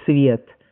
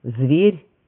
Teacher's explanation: И слово «свет» с глухим перед «в», и «зверь» со звонким перед «в».